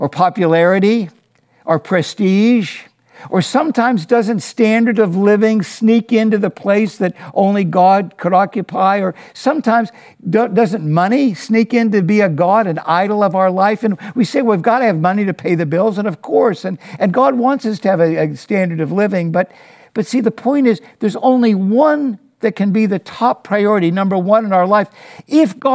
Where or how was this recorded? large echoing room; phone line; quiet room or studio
large echoing room